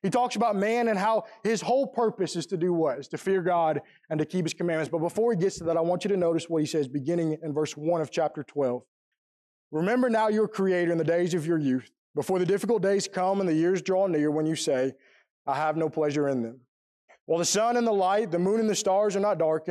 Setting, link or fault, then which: setting, large echoing room